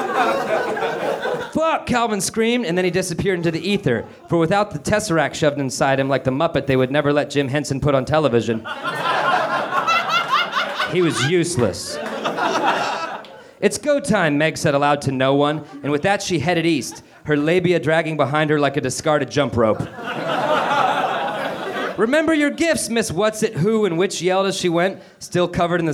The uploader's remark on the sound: Recorded at Nerdmelt Theater on 8.12.12.